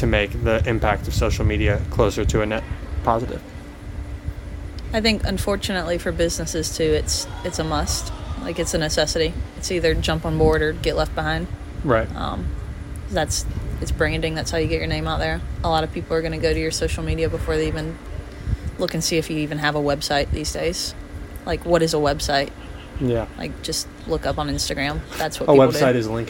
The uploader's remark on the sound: We recorded outdoors, sitting on a deck at beach week. As long as you don't mind the wind and the sound of construction in the background.